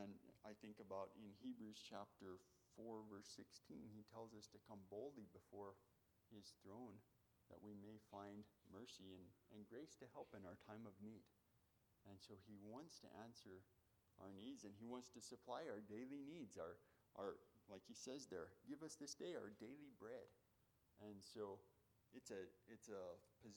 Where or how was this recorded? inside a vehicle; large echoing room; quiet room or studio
large echoing room